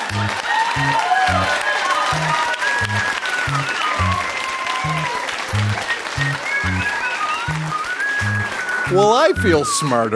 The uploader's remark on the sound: Recorded live at the Victoria Event Centre in Victoria.